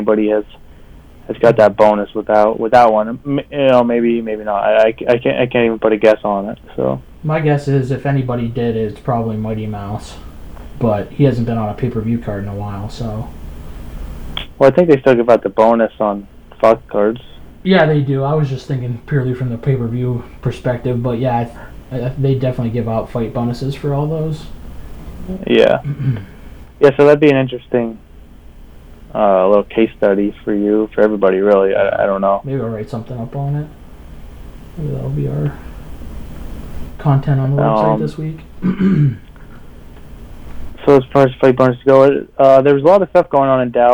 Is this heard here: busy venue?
no